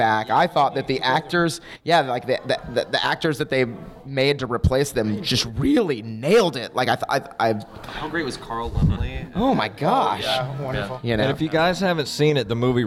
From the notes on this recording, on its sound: Stephen King Film and TV Adaptations Panel. Answer questions from the audience!